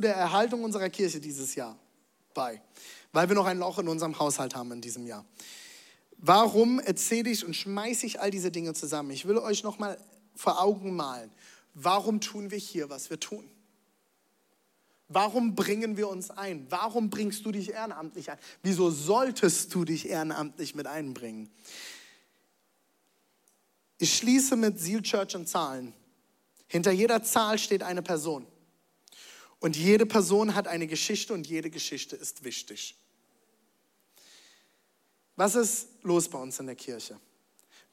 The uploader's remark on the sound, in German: Zealchurch Leipzig. Audiomitschnitt der Predigt.